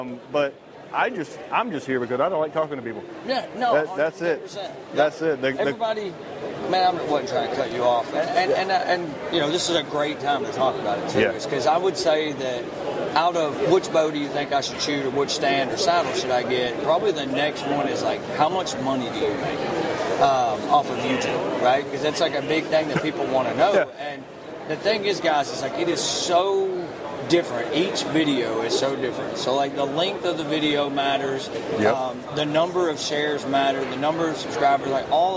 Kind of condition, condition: setting, busy venue